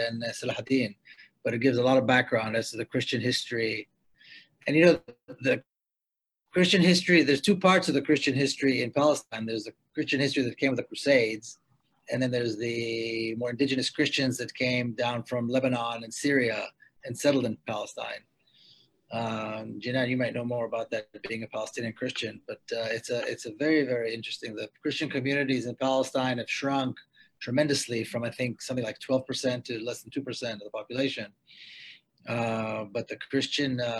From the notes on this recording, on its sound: Two-part online event series. Round table discussions featuring educators, activists, civil rights advocates, and law experts. This event was held online via Zoom.